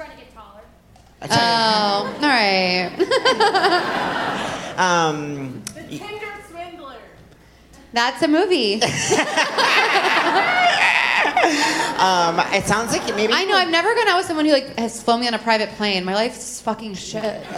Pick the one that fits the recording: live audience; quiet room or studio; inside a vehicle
live audience